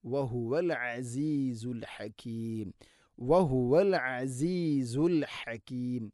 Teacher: ഐനും ഹാഉം തൊണ്ടയുടെ മധ്യഭാഗമാണ് മഖ്റജ്